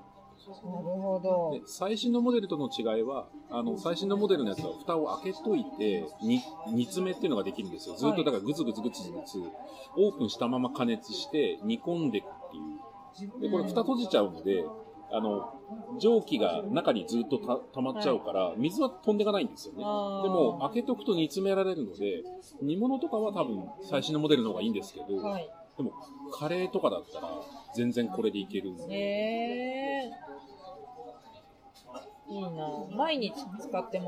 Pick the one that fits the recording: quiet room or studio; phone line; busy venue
busy venue